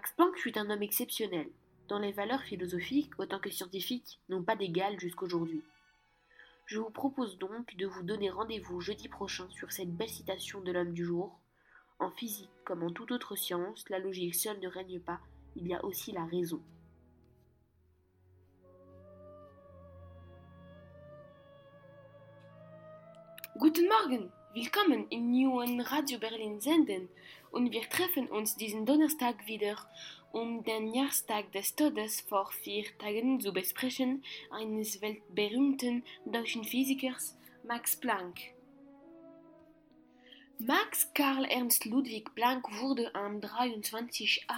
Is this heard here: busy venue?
no